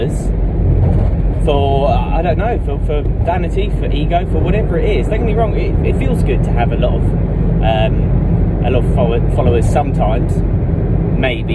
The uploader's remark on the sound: Taken from an IGTV video and filmed from a car. The audio quality isn't great.